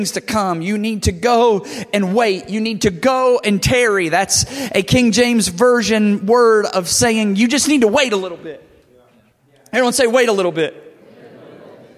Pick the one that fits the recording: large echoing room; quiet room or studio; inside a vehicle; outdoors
large echoing room